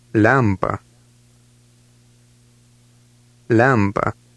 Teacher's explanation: which has a soft L at the beginning of the word. Lampa.